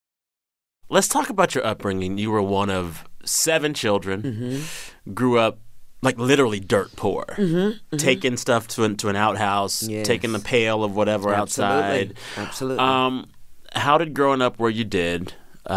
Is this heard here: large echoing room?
no